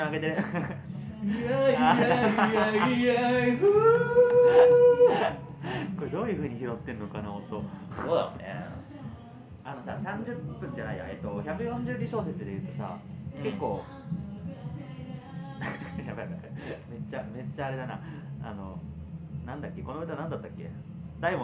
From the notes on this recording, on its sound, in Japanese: 感染症に徹底対策して初めての対面収録です！段取りなしの一発収録なのでグダグタ進行だったり雑音あったりですが。